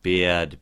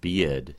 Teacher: the vowel qualities are different, but the timing is probably very similar